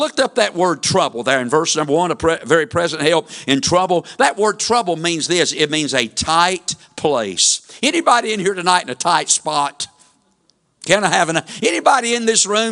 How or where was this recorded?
large echoing room